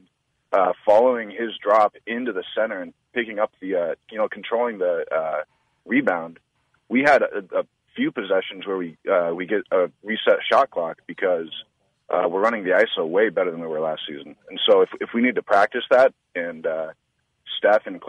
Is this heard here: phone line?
yes